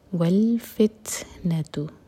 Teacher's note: تا پر ہم ہمس کریں گے، سانس کو جاری رکھیں گے